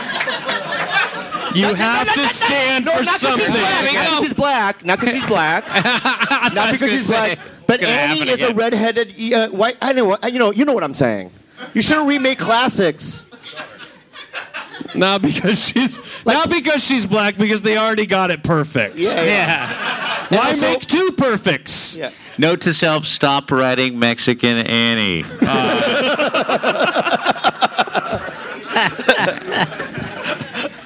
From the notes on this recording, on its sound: Live podcast from the Belly Room of the Comedy Store in Hollywood.